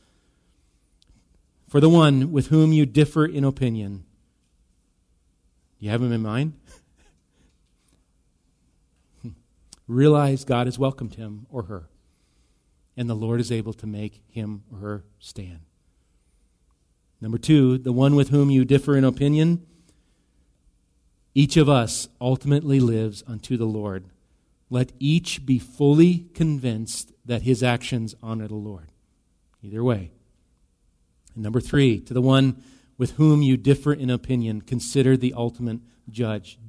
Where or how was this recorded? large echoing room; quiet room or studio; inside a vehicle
large echoing room